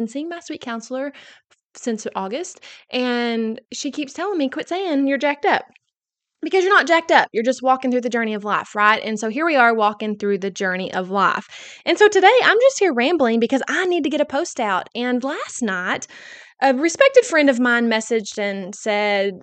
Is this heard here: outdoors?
no